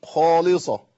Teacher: الالف مفخم تبعا للخاء